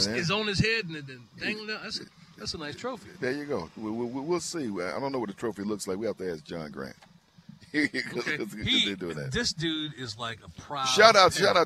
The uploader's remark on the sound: live from Chateau Elan